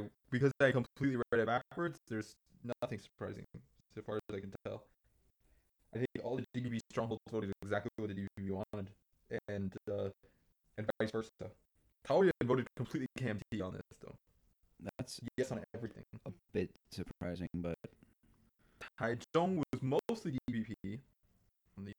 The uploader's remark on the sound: The One Where the Audio Broke. We had an audio issue on this one, sorry folks!